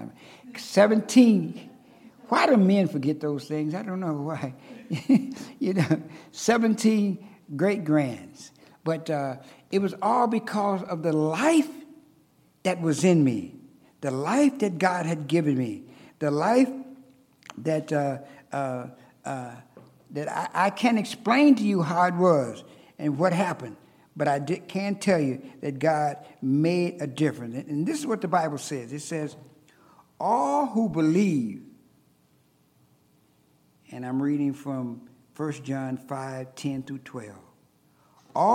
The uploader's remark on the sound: At Ringgold Seventh-day Adventist Church.